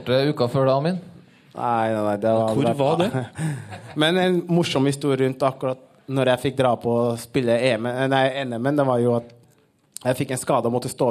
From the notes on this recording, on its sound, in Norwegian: live fra Pokalen i Oslo